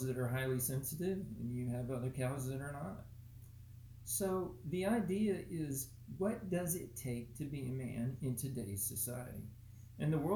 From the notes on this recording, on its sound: Apologies mic was weak